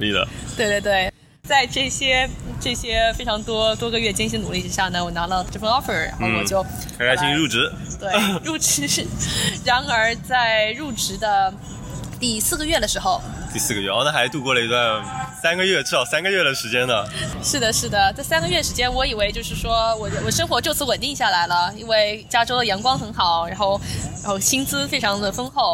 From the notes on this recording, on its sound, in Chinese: 户外录音，稍有杂音，多谢谅解